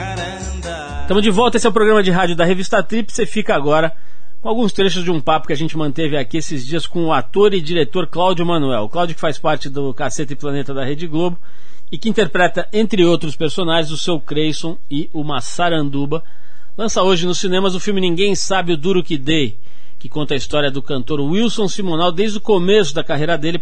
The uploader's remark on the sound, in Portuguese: a participação por telefone